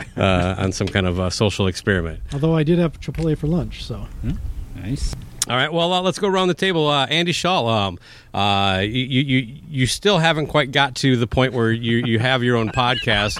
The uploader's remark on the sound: The only show taking it to the elements. Every episode of SOMO will be recorded outdoors on location.